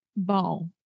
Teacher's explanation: you have sounds coming through your nose, coming through your mouth at the same time, simultaneously